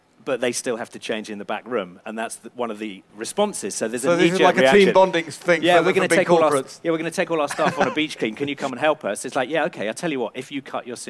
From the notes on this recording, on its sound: This week, we bring you a special episode from our Countryfile Live 2019 podcast. This new series brings you some of the best moments from debates at the BBC’s Countryfile Live event at Blenheim Palace.